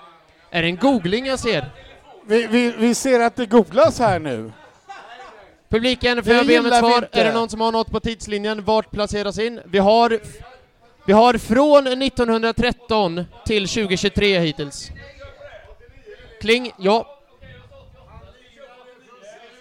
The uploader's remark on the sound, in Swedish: Live-podd från Cheers Pub. Detta är inspelningen från Arsenal Göteborgs andra förfest kopplat till 10-årsjubeliumet, Live-podden!